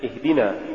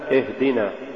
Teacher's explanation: تقريب الكسرة إلى الفتحة إذا جاء بعدها سكون · Shown in: second take